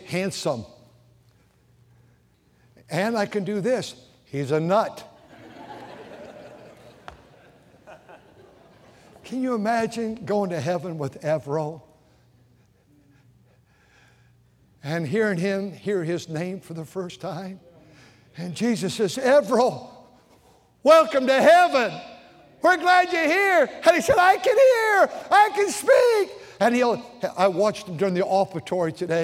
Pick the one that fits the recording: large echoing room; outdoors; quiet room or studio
large echoing room